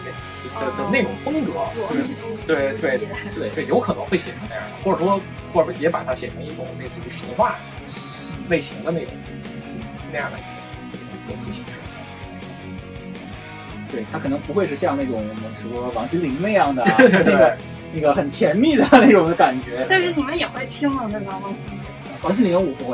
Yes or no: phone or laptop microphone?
yes